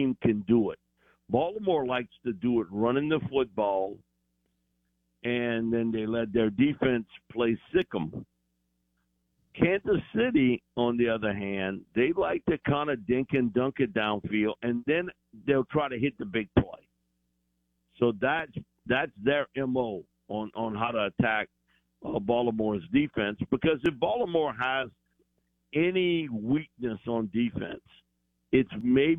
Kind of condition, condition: link, phone line